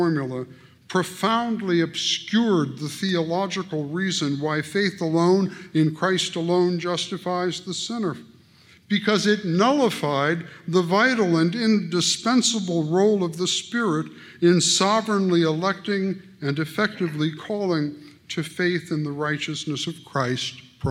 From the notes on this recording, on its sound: at the Braaten-Benne Lectures in Theology in Indianapolis on August 6, 2019.